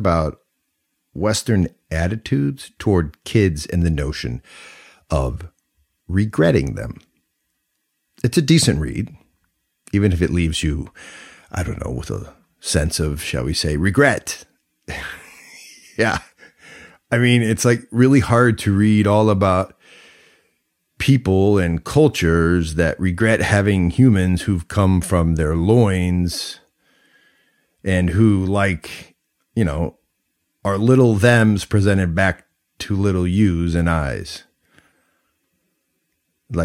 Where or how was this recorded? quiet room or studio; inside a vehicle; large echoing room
quiet room or studio